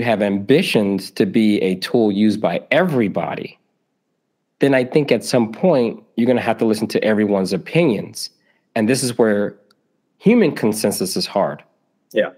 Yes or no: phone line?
no